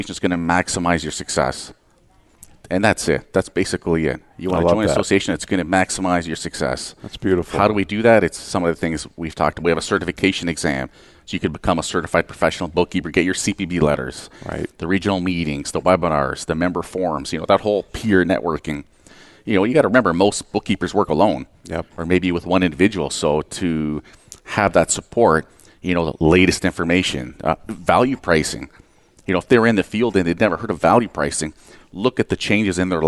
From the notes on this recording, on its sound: Live Broadcast at the The IPBC IGNITE Conference.